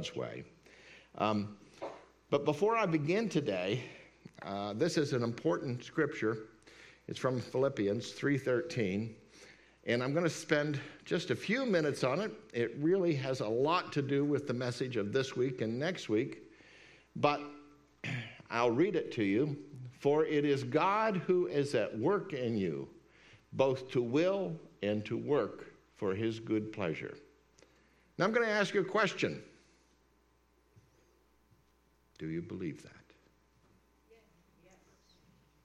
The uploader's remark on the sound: This message is part of a series at Word of Grace Fellowship. We’re located at 603 S 5th St, Indiana, PA.